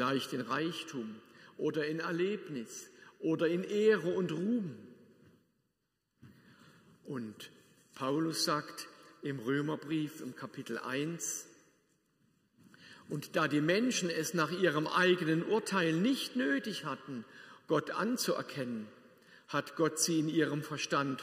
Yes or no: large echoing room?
yes